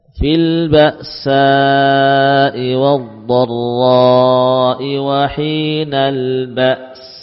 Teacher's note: meskipun sebelumnya ada huruf hamzah sukun dan berhenti suaranya spontan, bisa langsung kita bunyikan sin.